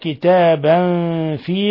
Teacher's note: تنوين فتح جاء بعده الفاء، الحكم التجويدي إخفاء حقيقي